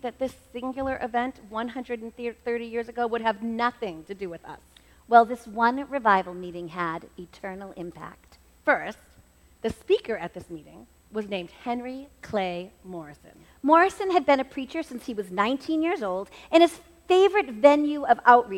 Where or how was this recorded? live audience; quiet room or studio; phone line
live audience